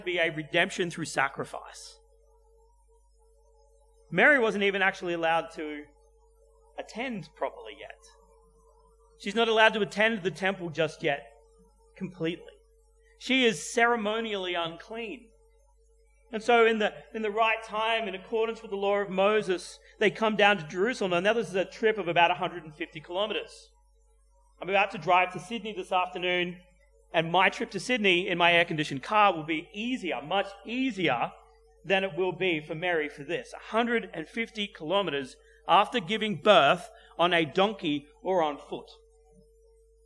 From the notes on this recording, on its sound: at Clarence Valley Community Church, South Grafton